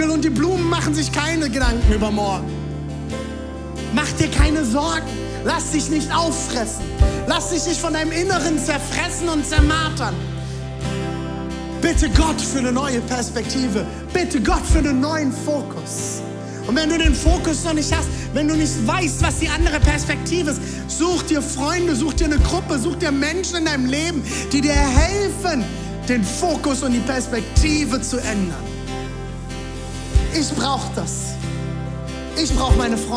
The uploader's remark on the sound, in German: Audiomitschnitt der Predigt